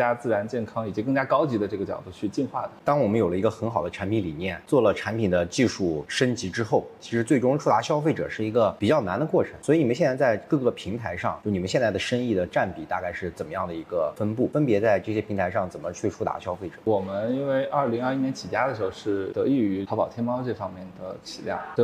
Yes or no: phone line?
no